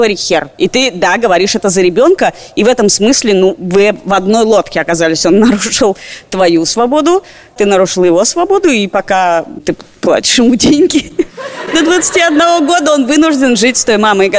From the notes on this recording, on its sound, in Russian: Открытая запись подкаста в ДК «Рассвет»